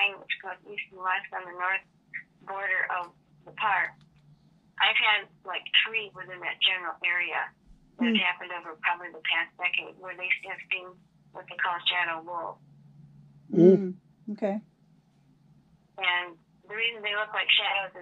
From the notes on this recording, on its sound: phone interview